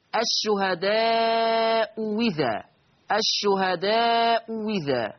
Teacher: الهمزة الثانية مسهلة أو تسهيل الثانية، و أو الإبدال واوا مكسورة